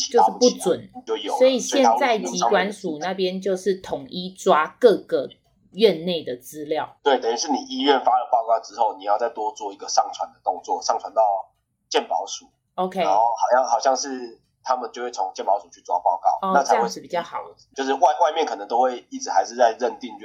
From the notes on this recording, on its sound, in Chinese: 線上錄音